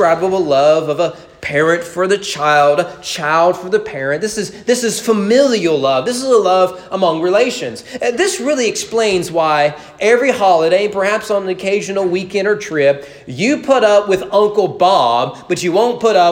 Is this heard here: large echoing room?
yes